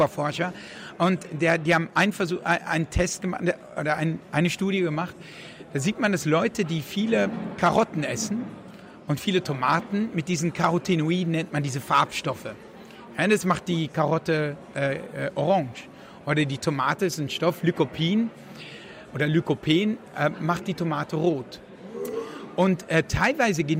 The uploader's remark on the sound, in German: auf der re:publica in Berlin aufgezeichnet.